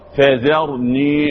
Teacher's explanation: بالذال مش بالظاء مش معنى استقبالك للراء تفخم الذال وتقلب الى ظاء